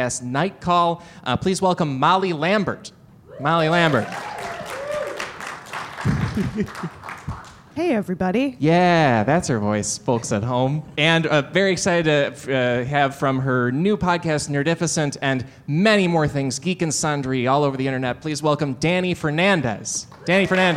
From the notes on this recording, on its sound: LIVE at UCB Sunset